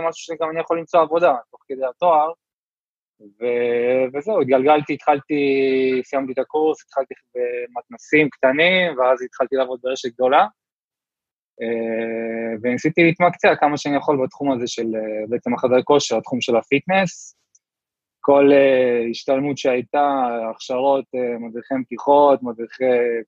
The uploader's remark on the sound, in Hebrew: הפרק הוקלט בזום בעקבות אתגרי הקורונה